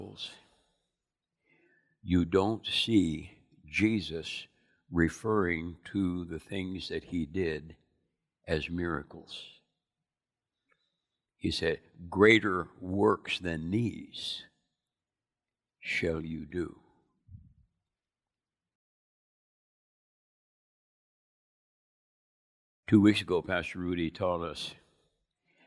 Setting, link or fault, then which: setting, large echoing room